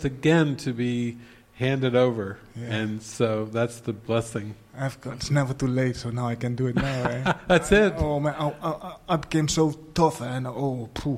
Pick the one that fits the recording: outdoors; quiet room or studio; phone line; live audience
live audience